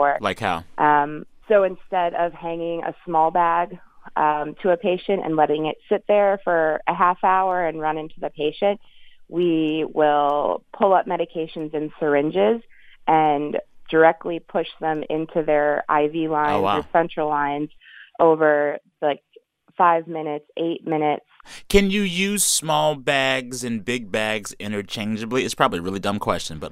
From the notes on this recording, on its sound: a phone call to a listener in San Francisco